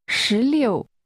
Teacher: 16 is pronounced with rising and falling tones.